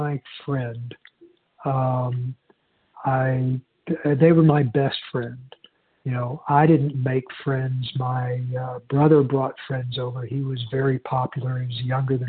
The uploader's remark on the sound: 100 Pounders Phone Meeting